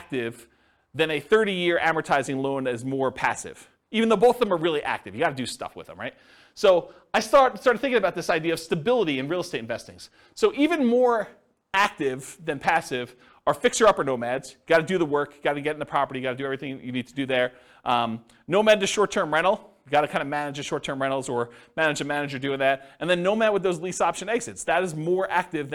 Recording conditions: live audience